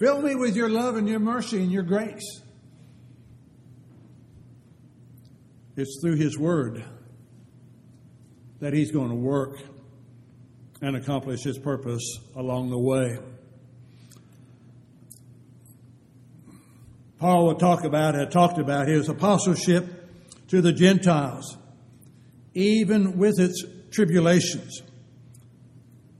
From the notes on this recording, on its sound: Downtown Church Of Christ Audio Sermon